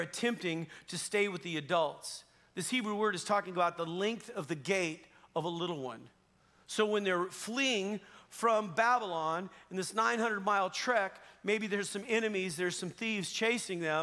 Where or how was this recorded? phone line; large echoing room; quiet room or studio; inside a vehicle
large echoing room